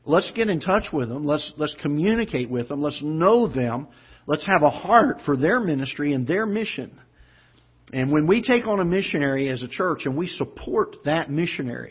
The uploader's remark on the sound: Ketha Heights Baptist Church ~ Live Broadcast.